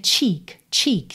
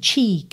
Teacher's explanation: Cheek, cheek, tá? Tem que ter o tcha-tcha-tcha e tem que ter esse i compridinho, barrigudinho, assim, cheek, porque a gente tem dois s, tá?